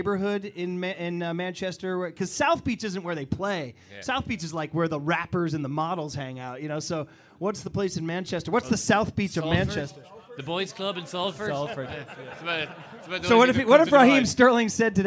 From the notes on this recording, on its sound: Today's show is coming at you live and dangerous from Foley's Bar in San Francisco.